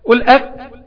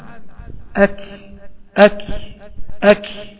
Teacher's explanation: يبقى أنا بضغط مع الكاف عشان يطلع النفس يطلع الهوا · Shown in: second take · Term: صفة الهمس